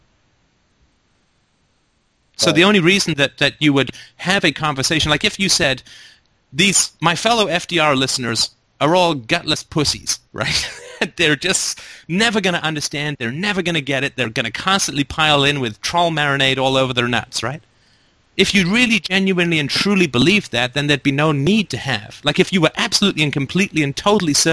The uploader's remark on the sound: Sunday Call In Show